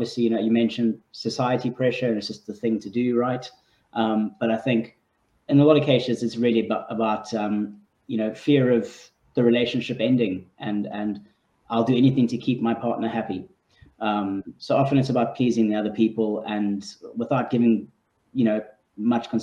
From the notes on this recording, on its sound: Childfree Convention Replay. Panel replay from the 2022 Virtual Childfree Convention.